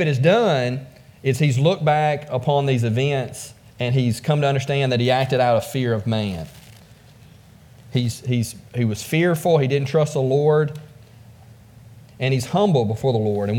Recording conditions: large echoing room